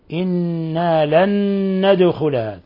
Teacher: نون ساكنة جاء بعدها نون متحركة أدغمت النون الأولى في النون الثانية إدغام متماثلين، ولك أن تقول إدغام بغنة إنا لن ندخلها، ثم قلقلنا الدال لسكونها ند، لأن الدال من حروف قطب وجد الحروف الخمسة المقلقلة، لن ندخلها أبدا.